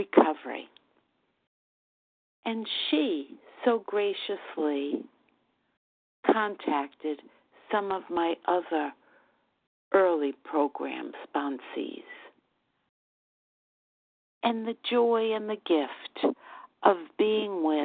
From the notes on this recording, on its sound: Qualification from the 100 Pounders Phone Meeting.